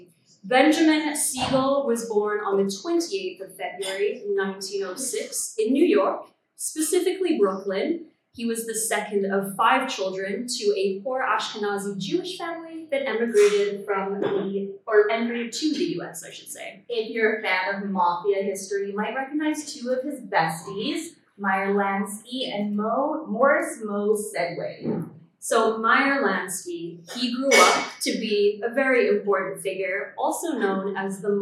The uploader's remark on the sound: The Grim Curriculum Live Show at Felice Cafe. Our very first live show. Apologies for the audio quality.